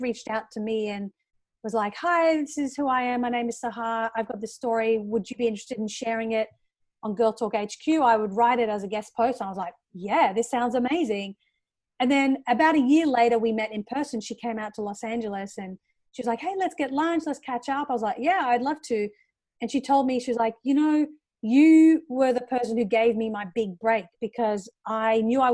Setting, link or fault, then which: link, video call